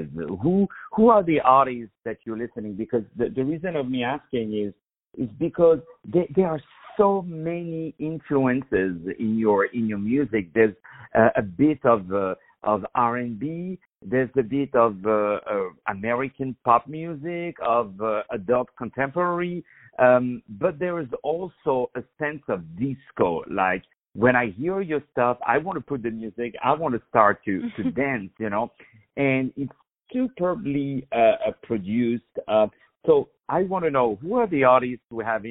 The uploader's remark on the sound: On the phone